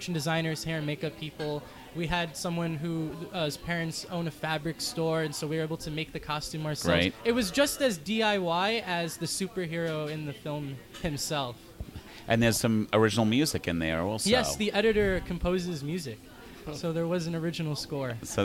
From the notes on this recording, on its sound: At the KGFC Filmmakers Lounge hosted by Ateaz Organic Coffee & Tea. “The Great Griffen” was selected to screen during the Kew Gardens Festival of Cinema in 2017.